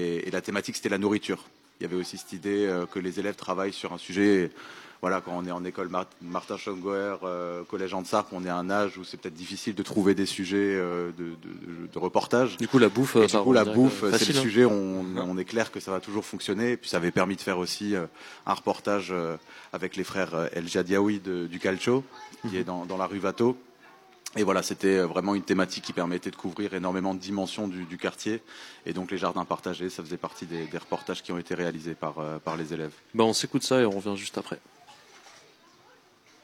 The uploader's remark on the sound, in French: Émission en direct de l'Elsau. Diffusé en direct sur RBS le 6 Mai 2023 depuis la Rue Watteau à l'Elsau, à l'occasion de l'événement "Capsule Temporelle" de la Compagnie Lu².